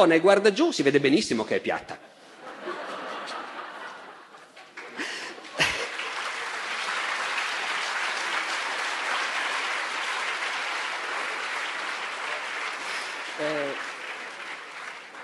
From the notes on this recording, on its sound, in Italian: Festival della Mente, 2013. Dal Festival della Mente di Sarzana del 2013.